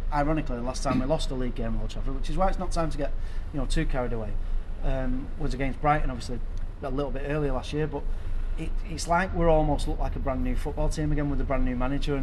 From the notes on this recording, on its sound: Recorded around Old Trafford for the Brighton defeat.